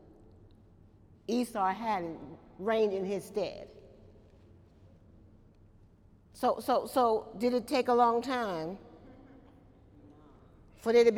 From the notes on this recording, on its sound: During Wednesday night service on October 7, 2018